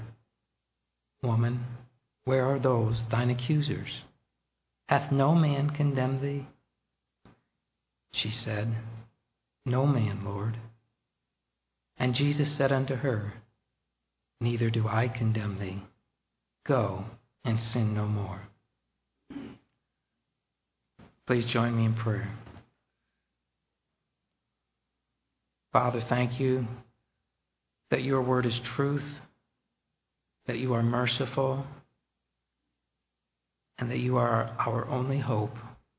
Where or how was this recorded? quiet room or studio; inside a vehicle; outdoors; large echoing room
large echoing room